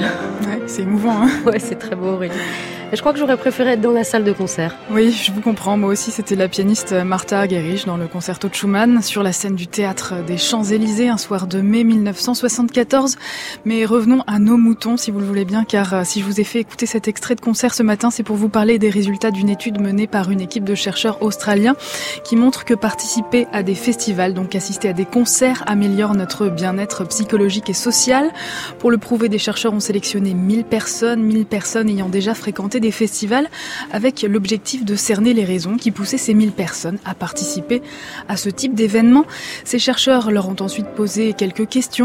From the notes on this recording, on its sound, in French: En direct de la Folle Journée de Nantes